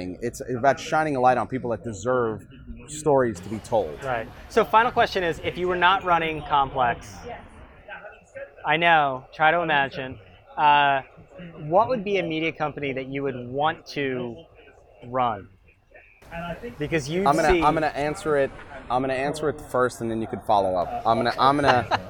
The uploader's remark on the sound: He joined Digiday for a live podcast at the Cannes Lions festival.